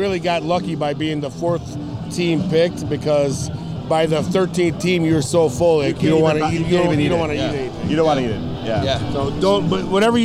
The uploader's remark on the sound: This past weekend the Most Holy Redeemer grounds along 95th street were packed for a huge outdoor party. Recorded at the MHR Men's Club BBQ Bash. We chat with rib cooking teams, neighbors, friends and some noteworthy public figures.